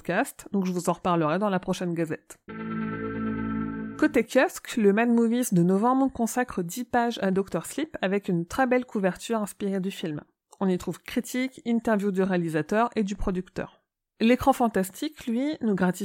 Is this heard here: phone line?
no